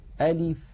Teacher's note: ألف هي عبارة عن همزة مفتوحة، لام مكسورة، فاء ساكنة، أي ليس فيها حرف مد، فلا مد في كلمة ألف